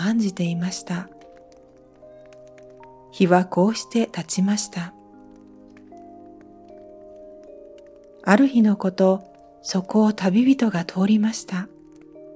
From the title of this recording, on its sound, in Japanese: 焚火の音付き